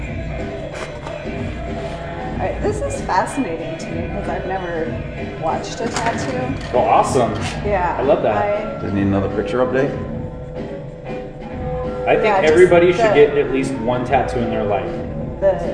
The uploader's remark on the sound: The sound is not as good as usual, as the phone picked up all the background noise.